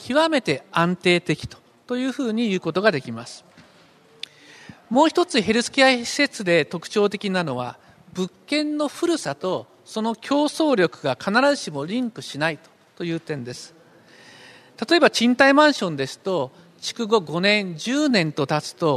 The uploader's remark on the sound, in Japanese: 東京証券取引所で開催した「J-REITファン2016」に登壇した